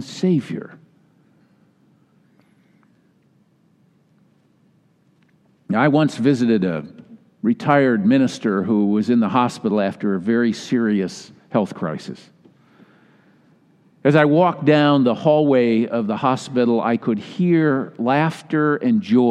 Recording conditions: live audience